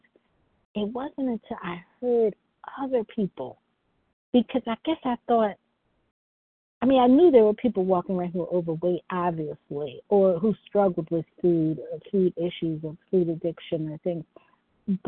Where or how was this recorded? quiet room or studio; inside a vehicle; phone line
phone line